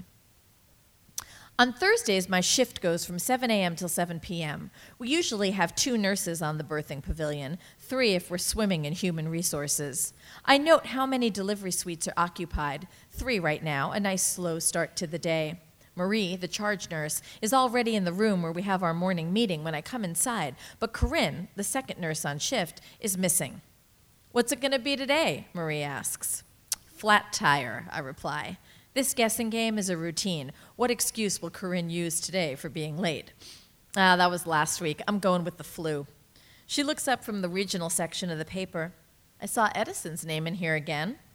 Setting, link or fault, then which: setting, live audience